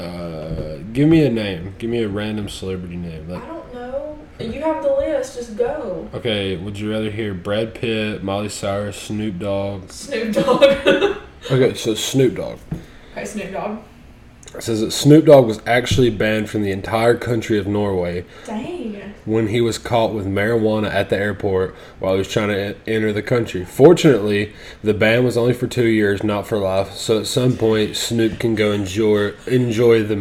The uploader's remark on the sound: This was one of the more heated episodes so maybe an headphone warning is necessary.